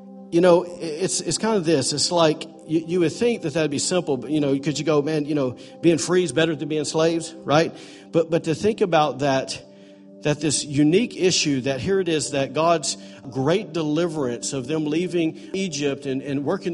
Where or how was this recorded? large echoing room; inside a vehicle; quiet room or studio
large echoing room